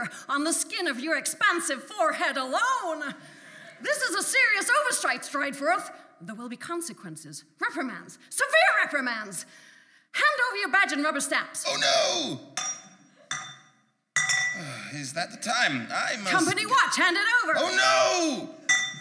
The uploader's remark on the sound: The rough and experimental pilot episode, performed live at VAULT Festival in Waterloo, London.